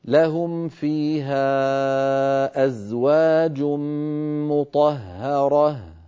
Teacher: نفخم الطاء نرقق الهاء، نفخم الراء نرقق الهاء